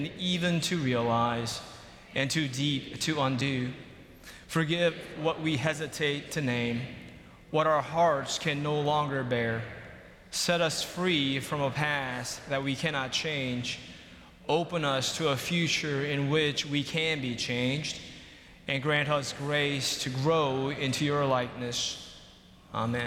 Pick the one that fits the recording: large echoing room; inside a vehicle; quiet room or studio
large echoing room